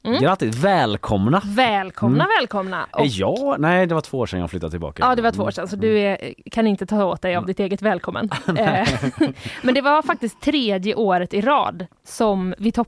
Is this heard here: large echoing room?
no